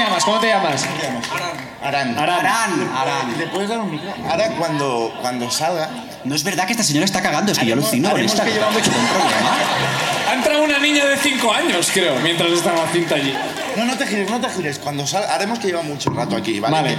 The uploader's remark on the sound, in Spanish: Vuelve La Ruina al festival Cruïlla. Gente del público sube a contar sus miserias.